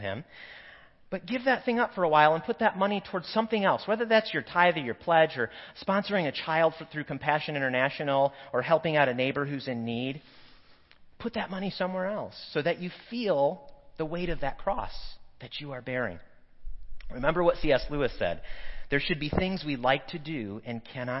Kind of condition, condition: setting, large echoing room